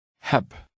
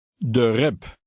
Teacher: A B at the end has a P sound.